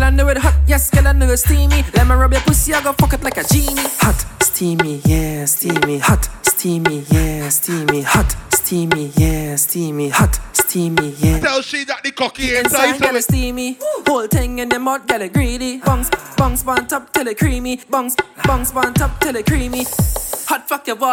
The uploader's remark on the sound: LIVE AUDIO. Live at Mad & Bad - Sound Check.